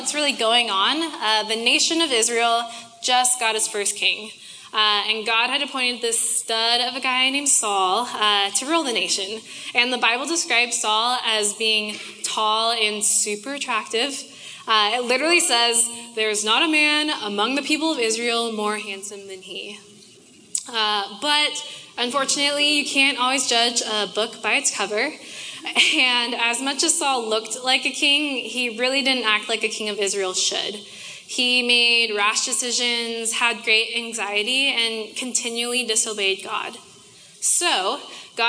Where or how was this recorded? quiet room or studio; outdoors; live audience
live audience